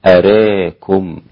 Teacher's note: كلمة أراكم أمالها الإمام حمزة والكسائي وخلف أراكم هكذا أراكم نعم حمزة والكسائي وخلف ومعهم أبو عمرو البصري · Term: الإمالة